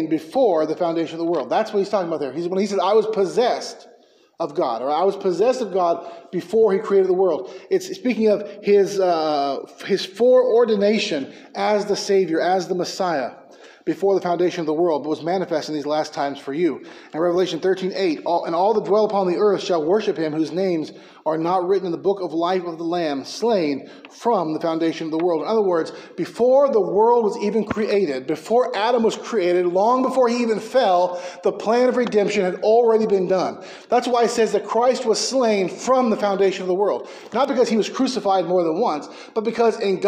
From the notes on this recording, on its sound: preached at Mckee Road Baptist Church in Bakersfield, Ca.